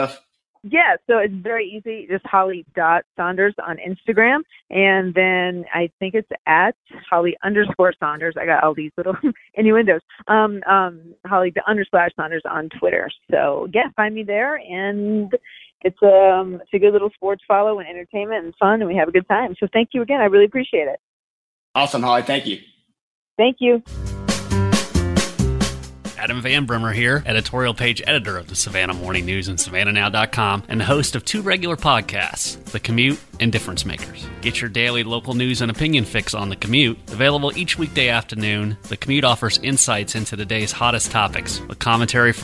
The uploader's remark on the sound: Over the phone.